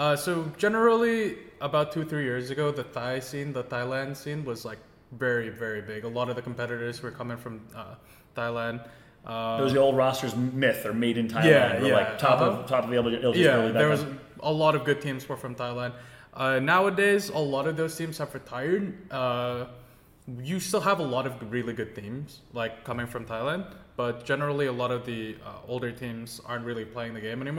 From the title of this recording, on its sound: LIVE FROM BIRMINGHAM DAY 1